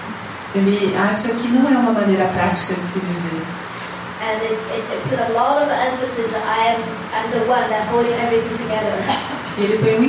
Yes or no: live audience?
yes